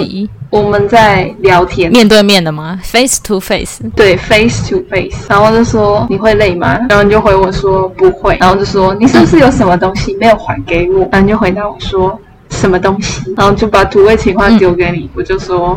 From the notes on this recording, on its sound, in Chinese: 本集音質直接大爆走我真的很抱歉